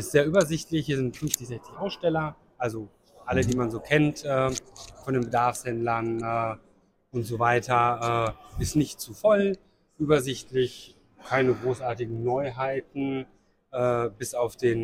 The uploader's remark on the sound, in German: live beim Apisticustag in Münster